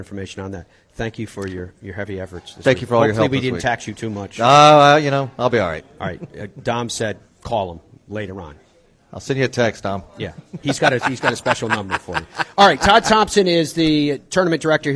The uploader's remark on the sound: Live from RSM Classic. As we broadcast live from Sea Island and the RSM Classic.